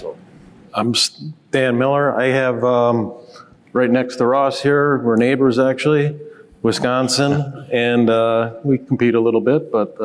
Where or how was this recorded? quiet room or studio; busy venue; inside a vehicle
busy venue